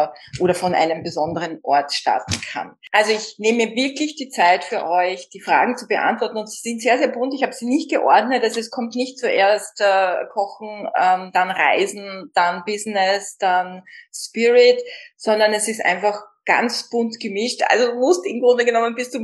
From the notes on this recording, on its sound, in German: Ein Insta Live aus Kalifornien!